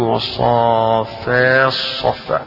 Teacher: هنا يدغم يعني بيلغي التاء ويقرأ الصاد مكانها · Term: الإدغام